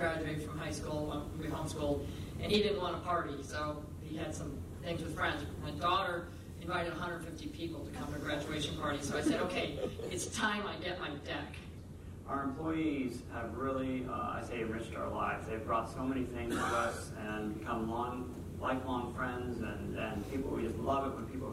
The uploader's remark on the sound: Keynote Address – MOFGA Farmer to Farmer Conference 2018. Keynote address recorded on November 5, 2018, Point Lookout, Northport, ME.